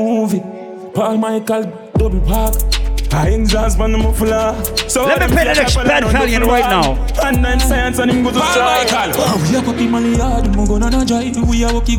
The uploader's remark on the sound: Live audio recording of my set at Island Saturdays on Feb 25th.